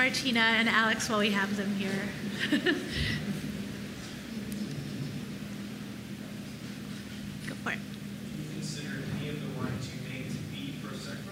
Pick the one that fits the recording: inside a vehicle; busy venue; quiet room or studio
busy venue